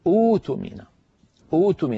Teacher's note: فأؤتمن يبدأون بها أوتمن، أوتمن يبدلون الهمزة الساكنة الثانية حرف مد من جنس الأولى